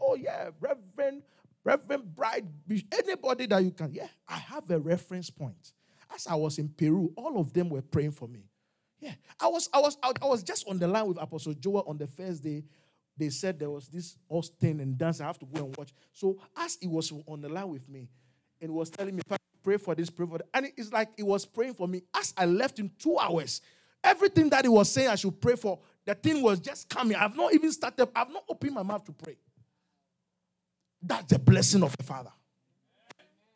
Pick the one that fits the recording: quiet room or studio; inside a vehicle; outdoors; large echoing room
large echoing room